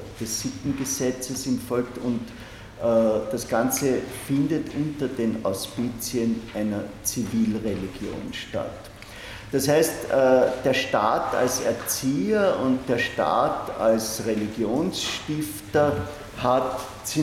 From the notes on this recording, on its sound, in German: Diese Vorlesung wurde von Studierenden aufgenommen